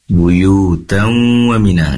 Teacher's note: masuk ke waw seraya mendengung · Term: idgham bi gunnah